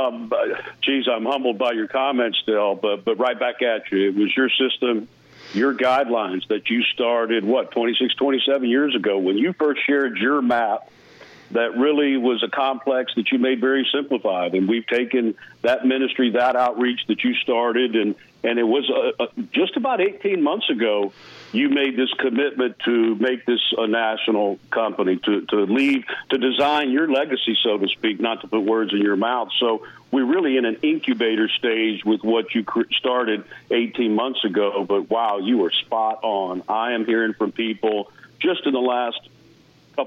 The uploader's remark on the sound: Members from all different walks of life across the United States call in to discuss their investment experience.